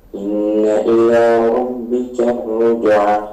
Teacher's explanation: Alif lam syamsiahnya harus jelas. Kemudian nunnya ya, tadi gunnahnya jangan sampai hilang.